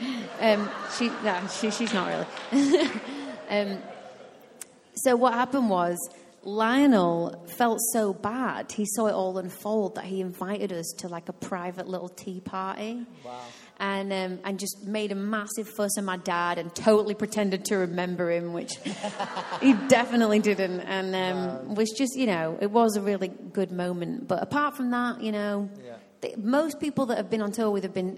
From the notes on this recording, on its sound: Recorded live at Life Church Lancashire